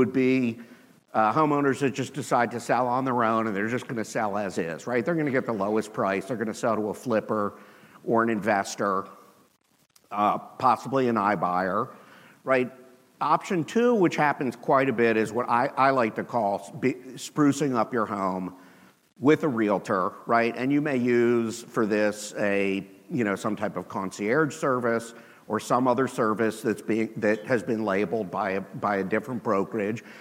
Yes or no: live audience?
yes